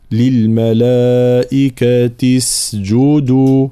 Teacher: ثم بيان سكون السين وضم الجيم